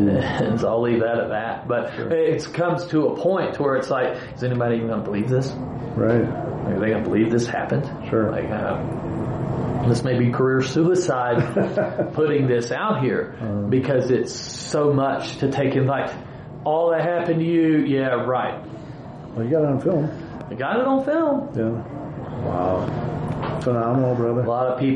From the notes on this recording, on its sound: This is an on-site interview, so please excuse the audio quality.